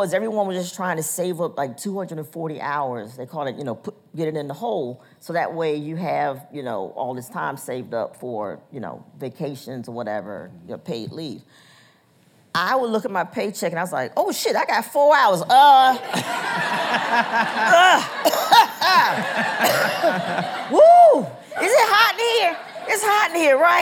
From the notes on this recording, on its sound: recorded on June 4, 2019 in front of a live audience at New York's 92nd Street Y.